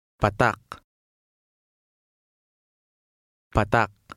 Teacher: When the stress is on the final vowel, the vowel sound is not lengthened.